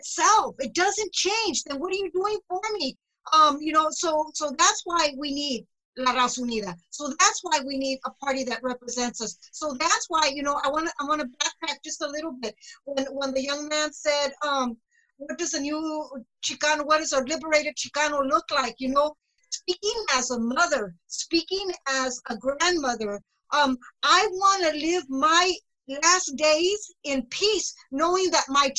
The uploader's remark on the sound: This special episode of The Reality Dysfunction was recorded April 23, 2020, in a Zoom/Facebook live webinar hosted by Mexicanos 2070